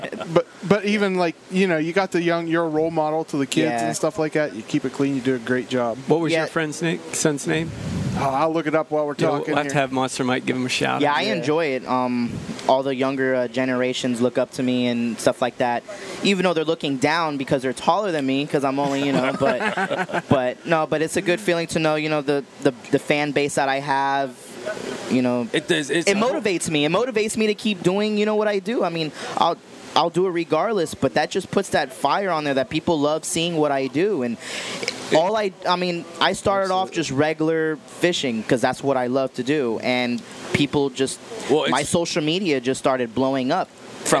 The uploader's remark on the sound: We are live at the F and F Bait and Tackle.